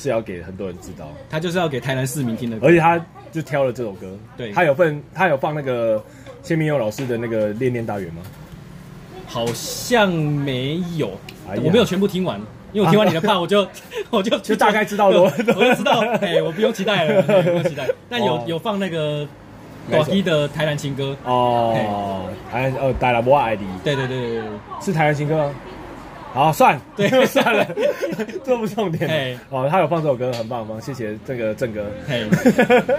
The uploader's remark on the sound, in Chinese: 錄音地點：牽咖啡 Chen Coffee